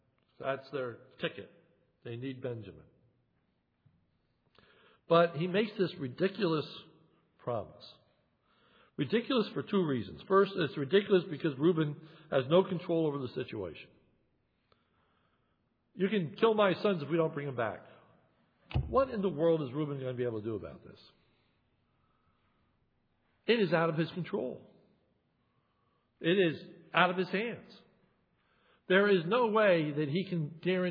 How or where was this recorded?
large echoing room